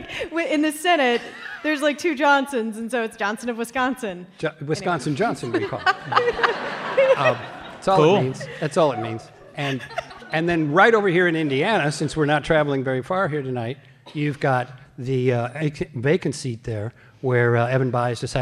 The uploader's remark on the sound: This episode was recorded in front of a live audience in Chicago. As part of a show the NPR Politics team produced in partnership with member station WBEZ.